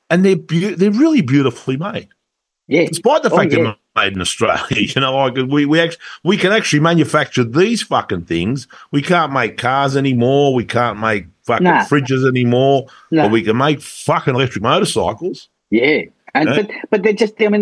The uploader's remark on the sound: it had to be on Zoom